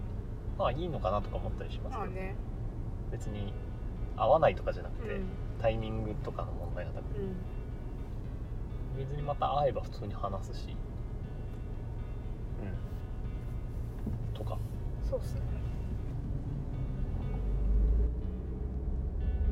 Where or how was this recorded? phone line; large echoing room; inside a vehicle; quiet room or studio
inside a vehicle